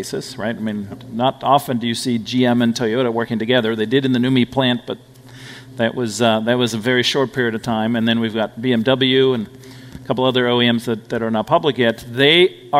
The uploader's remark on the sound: we share a panel discussion from Greylock's Future of Transportation event.